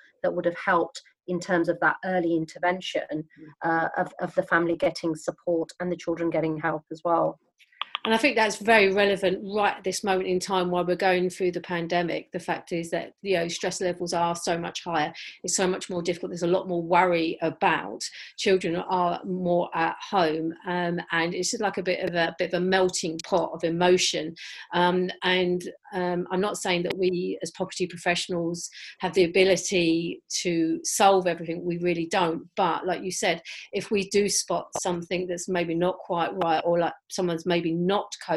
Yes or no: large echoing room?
no